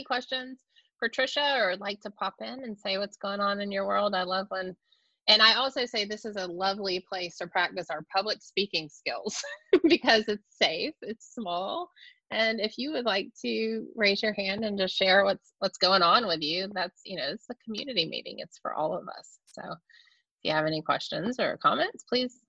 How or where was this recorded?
video call